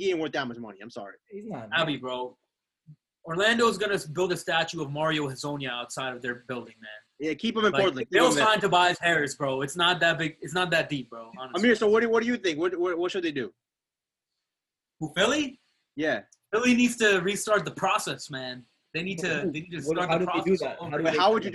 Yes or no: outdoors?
no